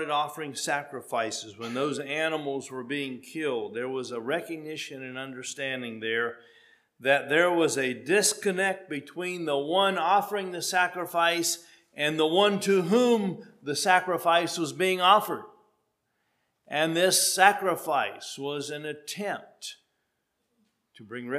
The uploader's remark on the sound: at Hephzibah Mennonite Church on February 26, 2023